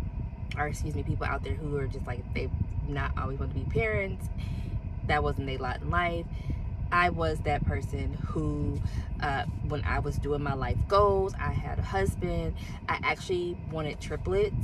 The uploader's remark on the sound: I had to record in my car, parked outside of one of Publix.